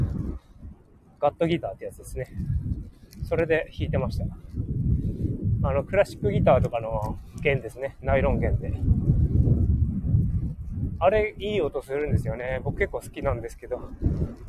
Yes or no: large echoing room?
no